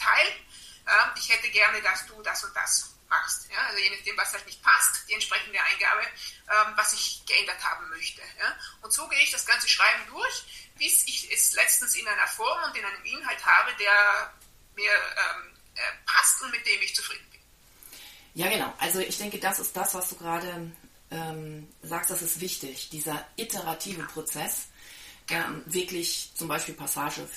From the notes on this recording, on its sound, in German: in einem LinkedIn Audio Live getroffen